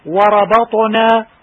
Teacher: الراء مفخمة والباء مرققة والطاء مفخمة والنون مرققة